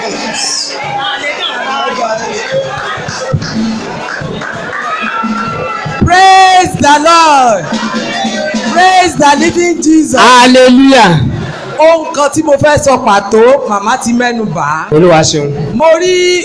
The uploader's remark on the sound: This is the full audio recording of our Official Church Dedication and Appreciation Service.